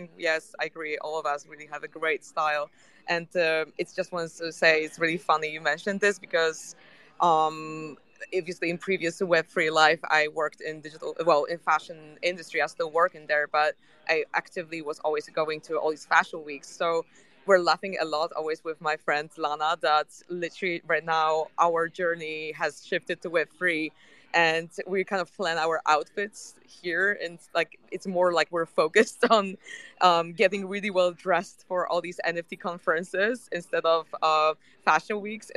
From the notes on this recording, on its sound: LIVE from NFTNYC. Together with the leading speakers presenting in NY.